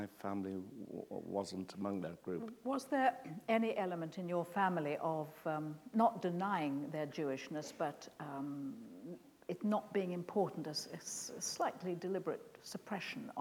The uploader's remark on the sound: This is a recording of a live Platform event from February 2012.